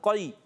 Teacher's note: قاف کو موٹا رکھنا ہے، زبان کی جڑ تالو کے نرم حصے سے قاف ادا ہوتا ہے